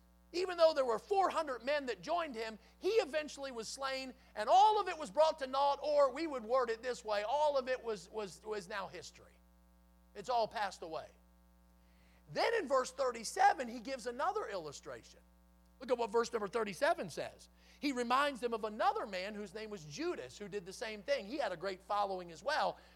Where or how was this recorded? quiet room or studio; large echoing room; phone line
large echoing room